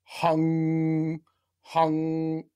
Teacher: closing off the soft palate and actually having the air go through the nose for a bit, like, and we use a HNG sound, hung, hung, and then we drop the back of the tongue, hung, ah, and I can really get them to push more air.